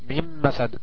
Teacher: النون ساكن جاي بعدها الميم من حروف الادغام بغنة